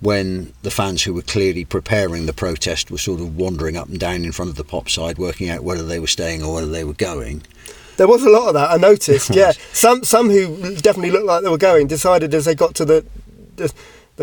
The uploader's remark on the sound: sit in a car outside the ground and watch the rain fall down and the windows steam up